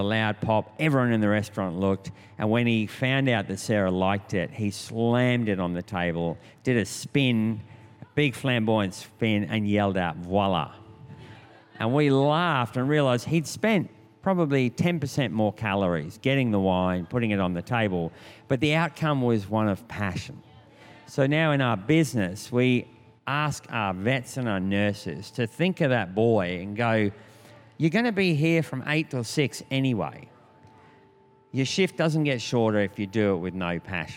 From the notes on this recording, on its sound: This was recorded in our 5pm service on Sunday, the 20th of November 2022